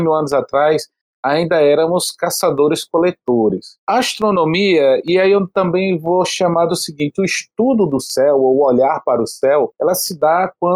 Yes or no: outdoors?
no